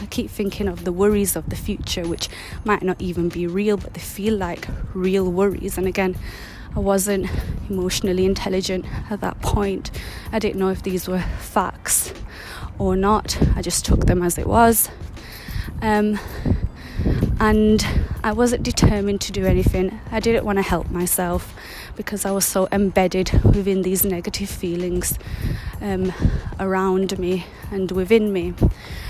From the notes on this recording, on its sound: I was on my mindful 1 hour walk today so please bare with the background noises & wind.